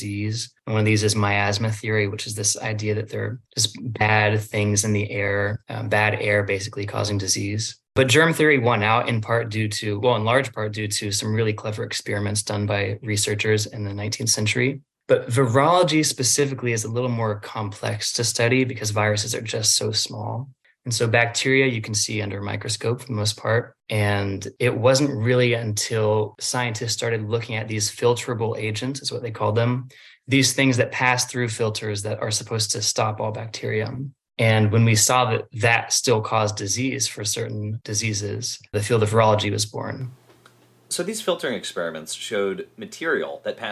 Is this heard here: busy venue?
no